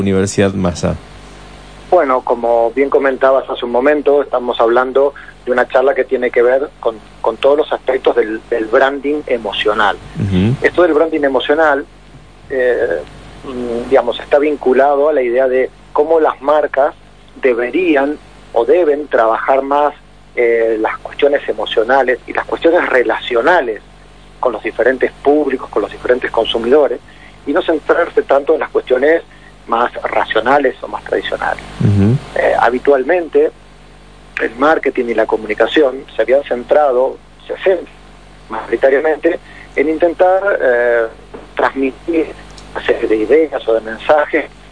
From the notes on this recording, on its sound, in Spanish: durante una entrevista telefónica con Radio Mitre de Mendoza